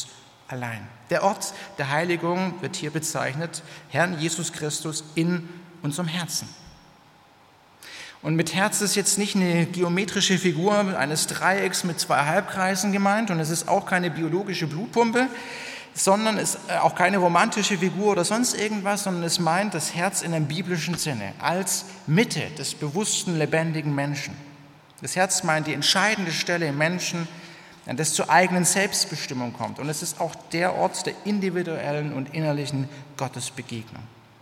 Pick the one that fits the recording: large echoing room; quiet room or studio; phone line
large echoing room